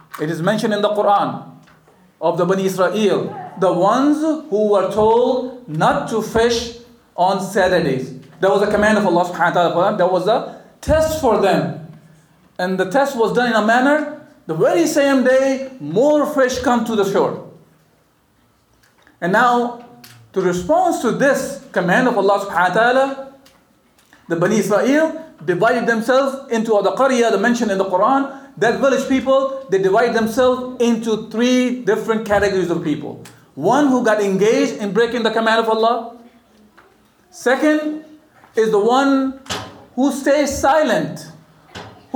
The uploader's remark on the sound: the speaker addresses a lively audience of graduates